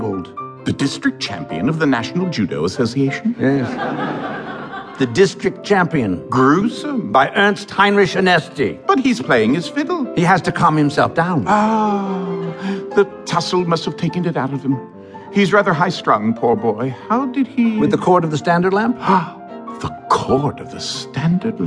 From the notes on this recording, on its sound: Performed in front of a live audience